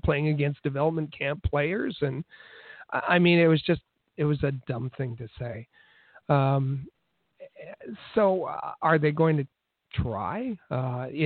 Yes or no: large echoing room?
no